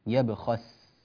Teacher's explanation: كلمة يبخس السين هنا نحتاج إلى بيان ترقيقها، ولا تتأثر هذه السين بالخاء المفخمة قبلها